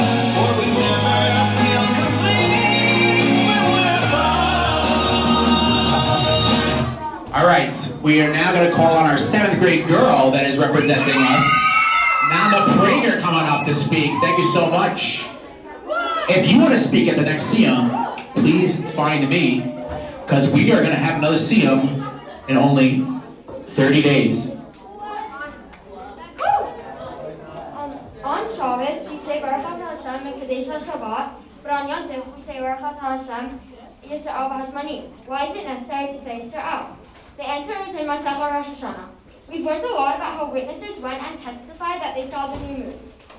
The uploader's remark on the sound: Live from Yeshivat Noam! Everyday during lunch the students have this incredible opportunity to spend their lunch learning daf yomi.